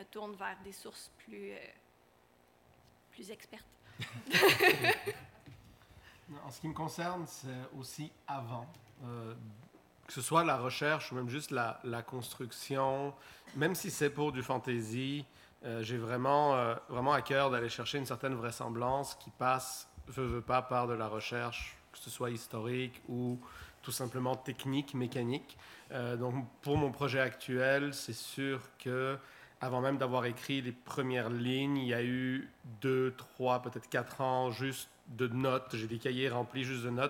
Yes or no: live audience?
yes